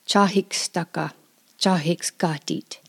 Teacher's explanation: She drops the R, so it's not Chadiks, it's Chahiks.